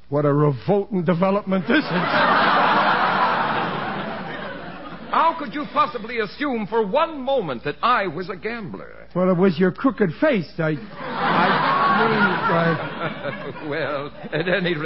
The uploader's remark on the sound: The program was broadcast live with a studio audience. It was usually greeted with howls of laughter and applause from surprised audience members.